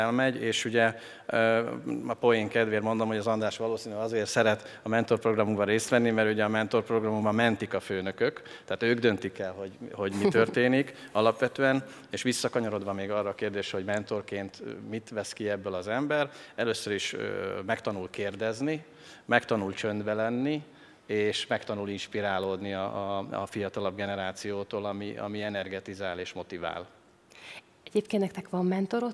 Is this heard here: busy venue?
yes